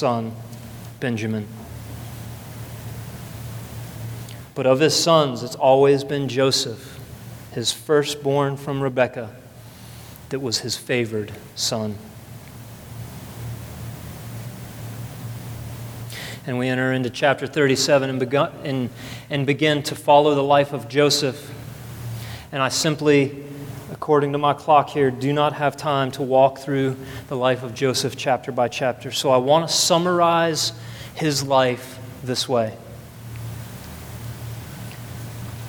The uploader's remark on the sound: at the second service of Redemption Hill Church